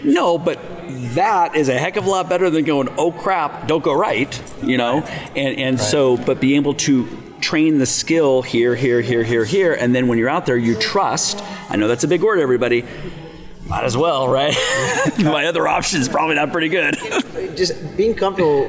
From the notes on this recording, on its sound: live at the PGA Show